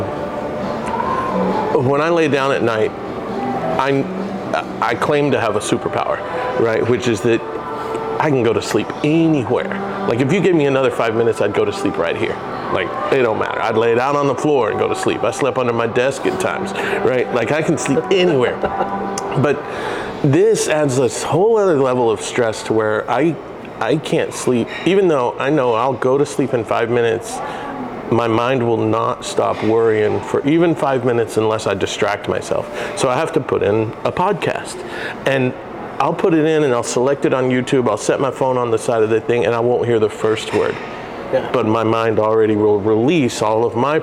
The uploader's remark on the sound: LIVE” At Beaubeaux Bourbon & Biscuits